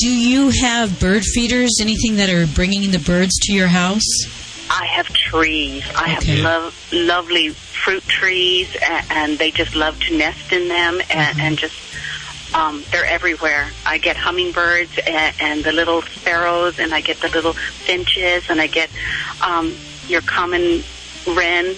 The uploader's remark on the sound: Listener phone calls.